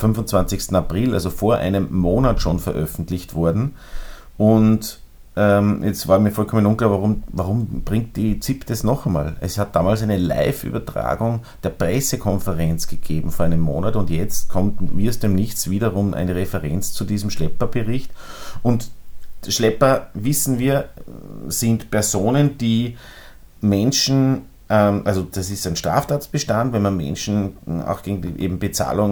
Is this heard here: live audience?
no